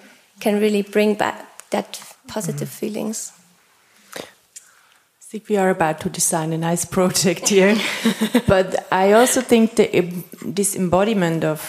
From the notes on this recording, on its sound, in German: Eine Live-Diskussion aus dem Tanzhaus in Zürich